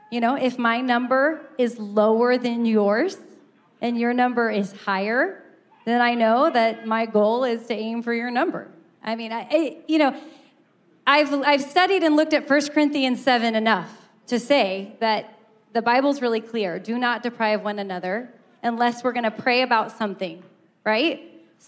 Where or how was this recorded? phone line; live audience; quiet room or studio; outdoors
live audience